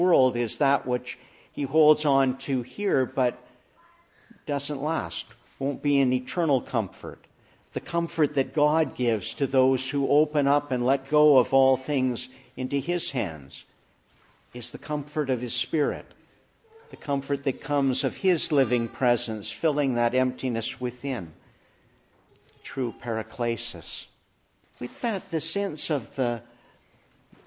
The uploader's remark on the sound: Morning Service. Preached in the Annunciation of the Blessed Virgon Mary, Ottawa.